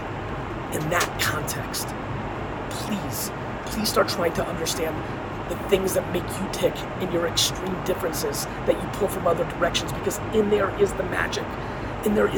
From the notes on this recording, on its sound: Sorry about the quality of the audio - there’s a lot that I had to get off my chest, and straight into my iPhone.